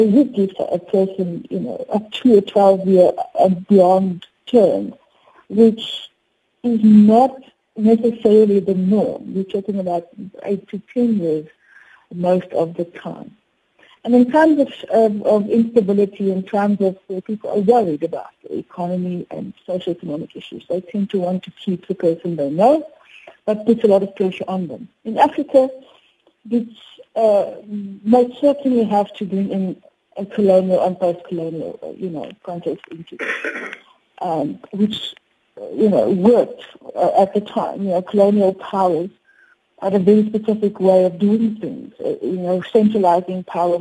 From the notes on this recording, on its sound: To discuss this further we are joined on the line